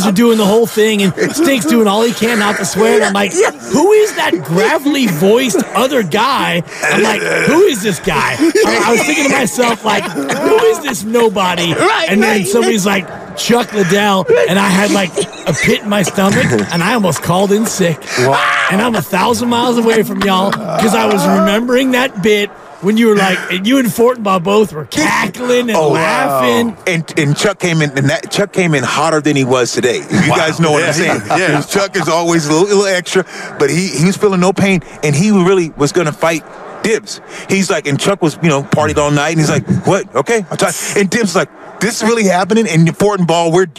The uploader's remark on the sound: Live from Radio Row in Vegas. Live from Radio Row in Las Vegas ahead of the Super Bowl.